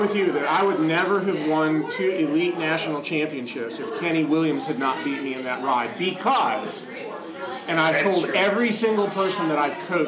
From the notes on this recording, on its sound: This is a live episode. Sound quality is not optimal so be warned.